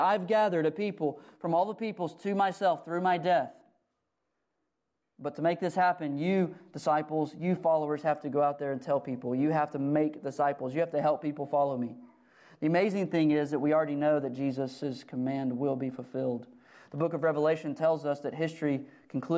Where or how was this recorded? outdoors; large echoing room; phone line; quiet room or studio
large echoing room